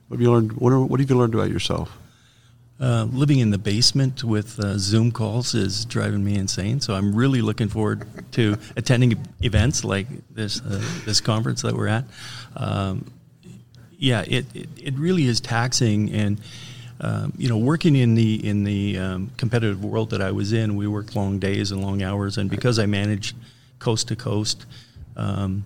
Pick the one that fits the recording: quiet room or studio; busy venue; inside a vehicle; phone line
busy venue